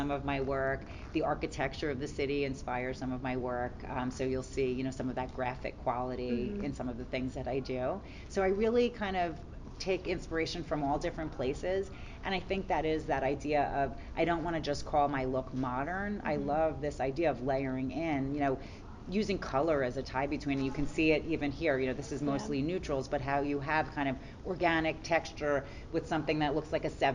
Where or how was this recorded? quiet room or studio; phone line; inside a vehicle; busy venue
busy venue